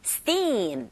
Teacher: 이때 두 번째 자음의 소리는 경음화 현상으로 인해서 steam보다는 steam 이렇게 발음하시고